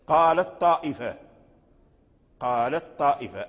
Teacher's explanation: والمثال الثالث: قالت طائفة، أي إدغام التاء في الطاء، اتفق القراء أيضا على إدغام تاء التأنيث في الطاء